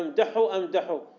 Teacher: هذا التكرير في أمدحه، أمدحه مع الجمع بين الحاء والهاء، وهما من حروف الحلق